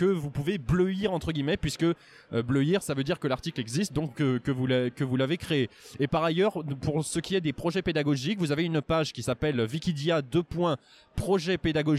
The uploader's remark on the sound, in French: Un expresso d’Educatech Expo 3. Retrouvez ce troisième épisode enregistré à Educatech Expo.